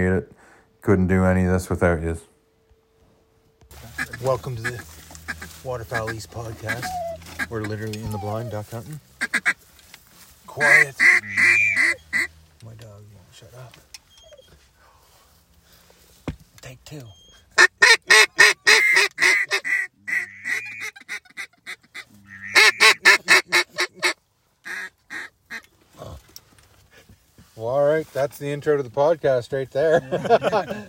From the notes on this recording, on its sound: Record a podcast live from the blind.